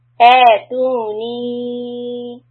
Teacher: Now here we have Hamza Alif A two counts, two counts, and then the knee. There's a mad sign on top of the ya, so we are going to stretch it to four. · Term: mad منفصل